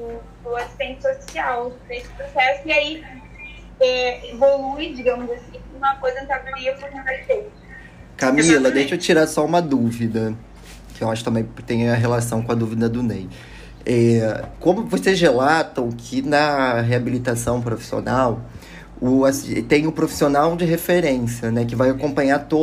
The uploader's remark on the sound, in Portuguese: Gravação do encontro remoto n.2